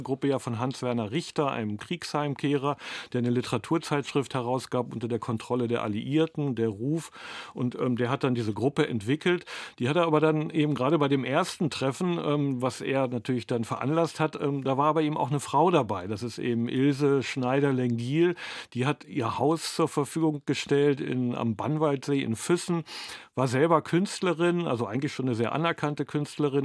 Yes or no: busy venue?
no